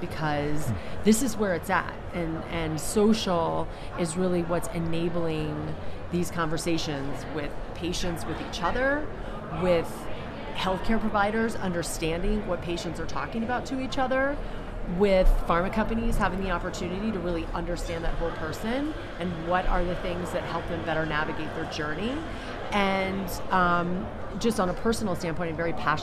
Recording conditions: busy venue